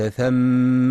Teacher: يخطئ من يقرأ ثم بضم الثاء ثم، والصواب فتحها